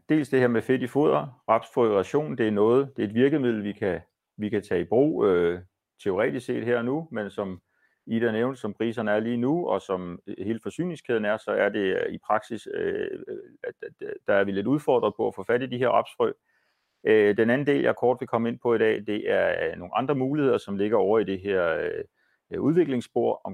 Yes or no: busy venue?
no